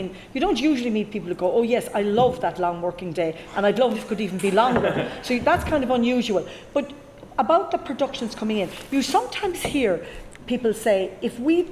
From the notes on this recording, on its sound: WFT Ireland and the Writers Guild of Ireland (WGI) returned to the Galway Film Fleadh last July for this in-person panel discussion.